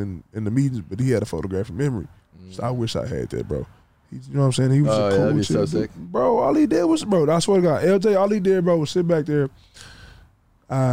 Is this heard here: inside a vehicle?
yes